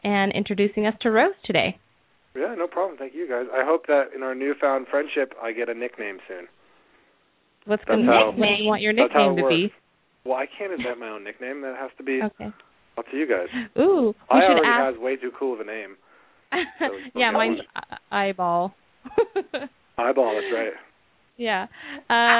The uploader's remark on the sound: open up the lines for listeners to call